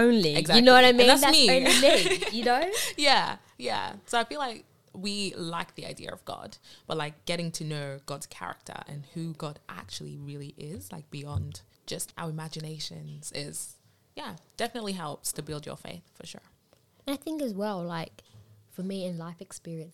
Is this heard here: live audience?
no